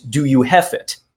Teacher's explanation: they generally will change a short A to a short E and a V to an F. So we take this H-A-V phonetically and turn it into H-E-F phonetically. · Term: German accent